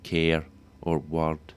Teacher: And final r, or followed by a consonant, the regular alveolar approximant